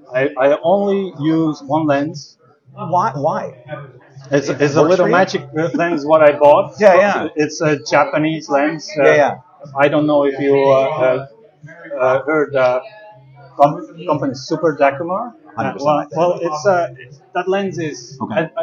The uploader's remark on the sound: The two enjoyed a lunch at The Third, in the Hintonburg/Wellington West area of Ottawa.